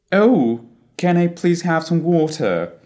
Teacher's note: Well, to start with, it's no secret that the most obvious difference between British and American English is the omission of the letter R at the end of the syllables